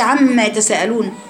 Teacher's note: بقفل شفايفي على مخرج الميم، وبعدين بعد كده بجيب الغنه منين؟ من الخيشوم